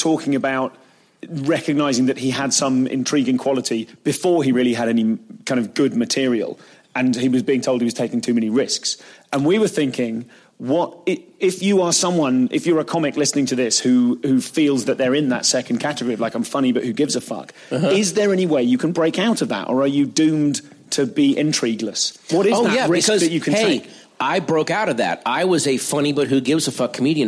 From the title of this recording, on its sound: Live at Just For Laughs, Montreal